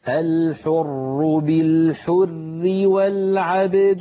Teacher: في الوصل الراء مشددة مكسورة فهي مرققة